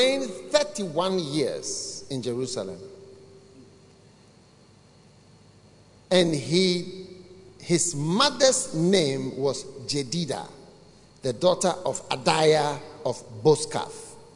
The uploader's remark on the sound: Preached at The Maintenance of the Aim Conference, from 17th November to 19th November, 2021 at The Truth Cathedral, Dawhenya-Ghana.